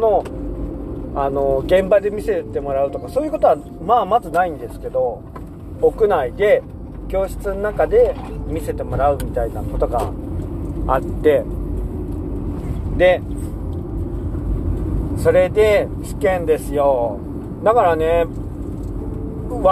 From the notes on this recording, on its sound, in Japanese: いなかの“夜道”。夜の山道を運転しながら、とりとめもなく喋りました。